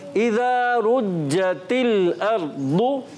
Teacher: जीम के अंदर छे की आमिजिश नहीं करेंगे छे को नहीं लेके आएंगे